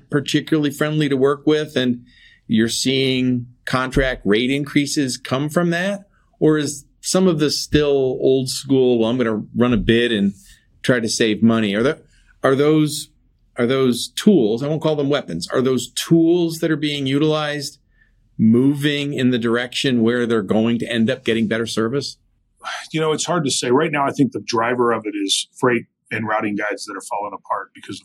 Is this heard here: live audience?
no